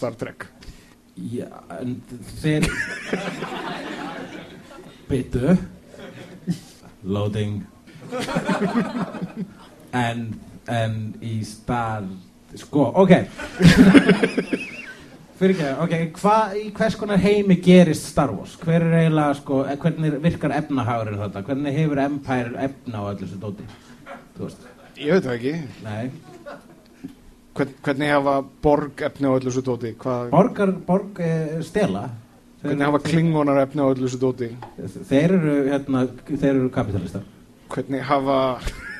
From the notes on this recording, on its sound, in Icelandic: Live! á Húrra. Fyrir framan “live studio audience”.